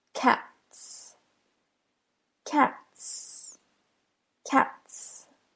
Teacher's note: Since the T is an unvoiced consonant, the S that follows sounds like an S.